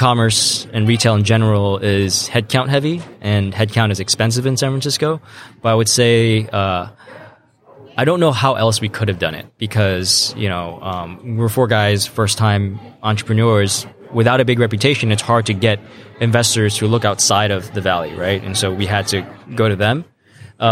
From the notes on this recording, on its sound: live from the NRF Big Show